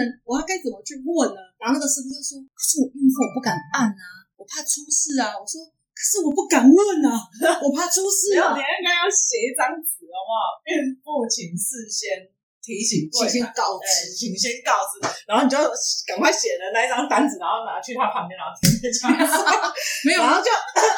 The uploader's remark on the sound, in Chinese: 收音糟,我知道,請忍耐,會改進~~~真心發現不能胡亂改錄音方式。